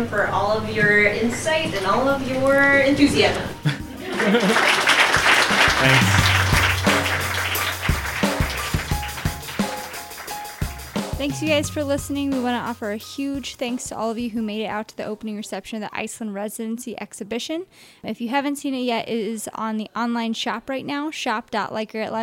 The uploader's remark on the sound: Artist lecture, which took place at Light Grey Art Lab this past Friday, prior to the Iceland Residency Exhibition Opening Reception.